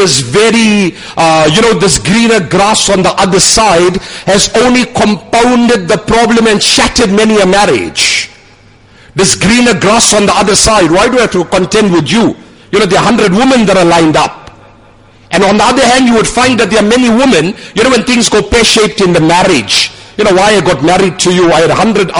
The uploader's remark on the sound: Jumuah lecture at Umhlanga Masjid